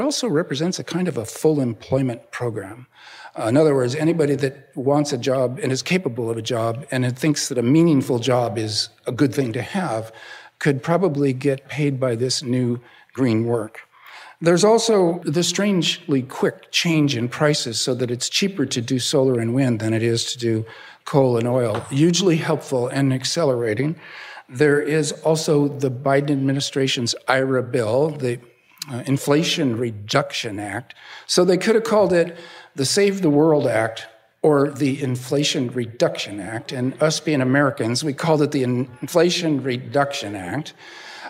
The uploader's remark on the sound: Hosted by the Kroc Institute for Peace and Justice, the science fiction writer gives a lecture recorded in front of a live audience at the University of San Diego’s Peace & Justice Theatre. After the lecture, the author takes questions from Kroc School students.